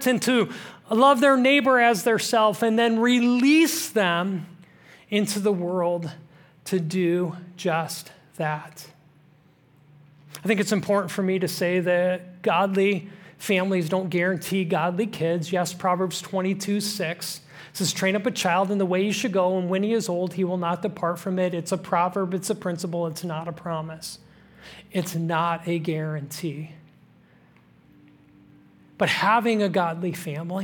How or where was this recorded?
large echoing room